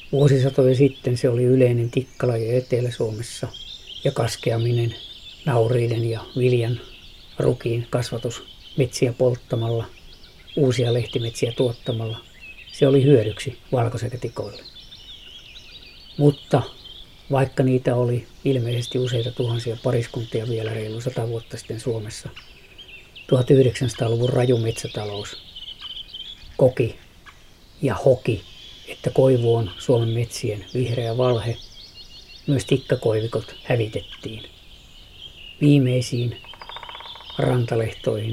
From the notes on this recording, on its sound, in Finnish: äänitti lehdon lintukuoroa Parikkalan Siikalahden rannalla